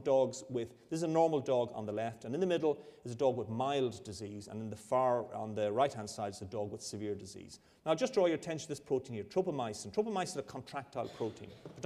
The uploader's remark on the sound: A public lecture. This is the second lecture in the 2010 Medical Detectives lecture series.